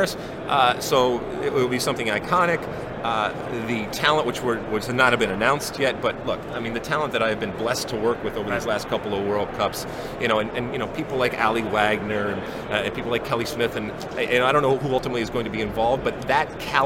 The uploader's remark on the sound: Live from the 2019 USC Convention